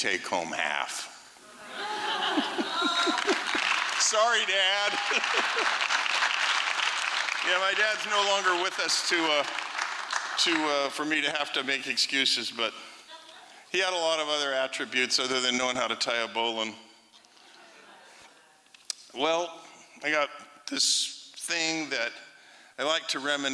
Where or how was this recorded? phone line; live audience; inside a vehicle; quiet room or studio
live audience